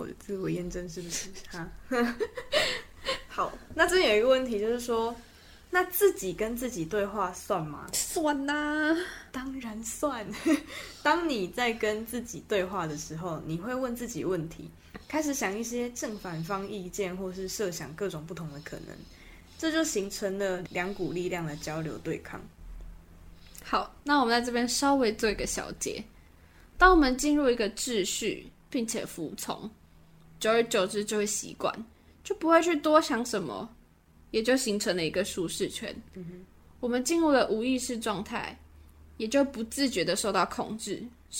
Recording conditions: background noise